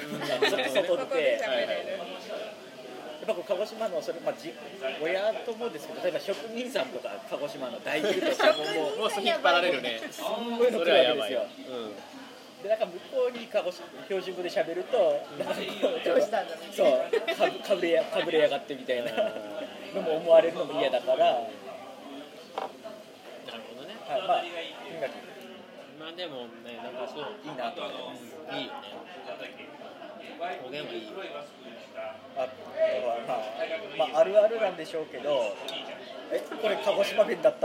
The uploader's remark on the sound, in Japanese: 今回のトークは、初の居酒屋収録。居酒屋収録という事で、周りのガヤガヤ感が臨場感ありますが、 その分、多少聞きにくい部分もあるかと思います。